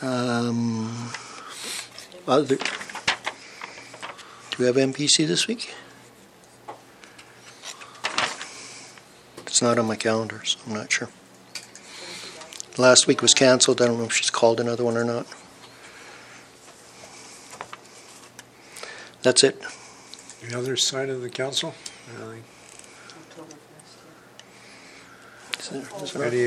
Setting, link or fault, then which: setting, large echoing room